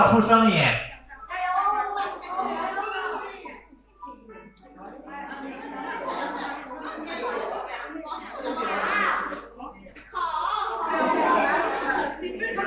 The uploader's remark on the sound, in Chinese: 端午节活动录音